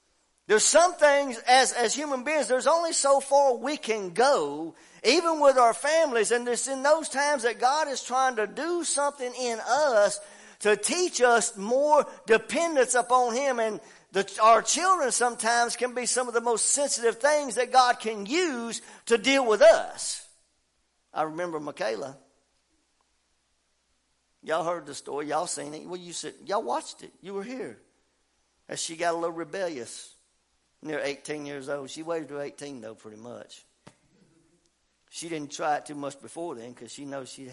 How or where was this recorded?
large echoing room